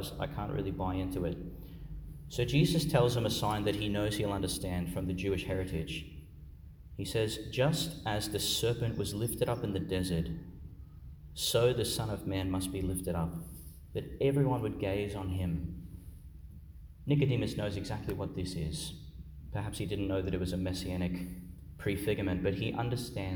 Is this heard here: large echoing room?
yes